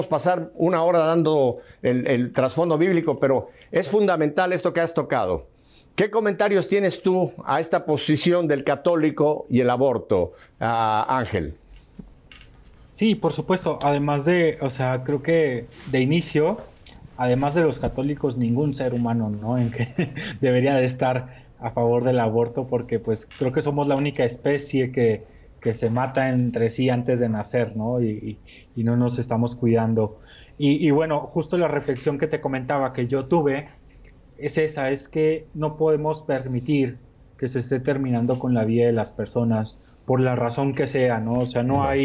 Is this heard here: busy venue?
no